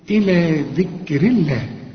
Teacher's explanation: الراء هنا مكسور، ما دام الحرف اللي قبل لفظ الجلاله مكسور رقق لفظ الجلاله